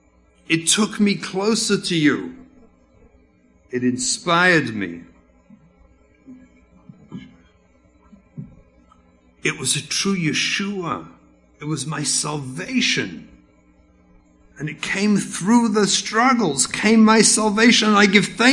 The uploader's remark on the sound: speech at the Kesher Nafshi Shabbatton (2018)